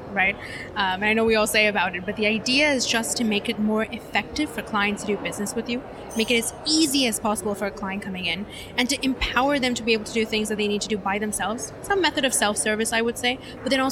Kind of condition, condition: setting, busy venue